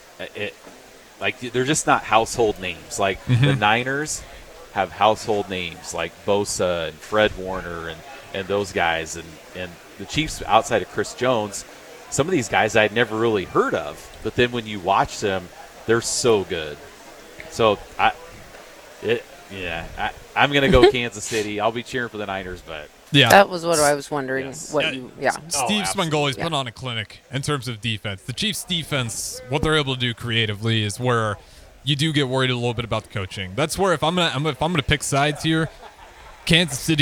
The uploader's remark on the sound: LIVE from the Home & Garden Show